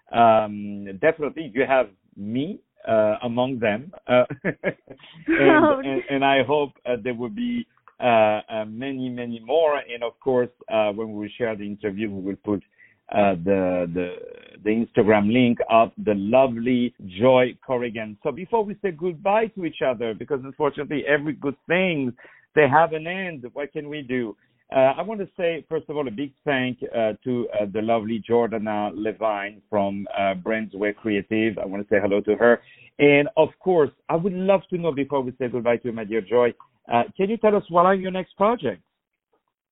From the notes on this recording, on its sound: On the phone